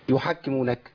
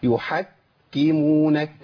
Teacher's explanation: لابد من بيان تشديد الكاف بنطق حرفين · Shown in: second take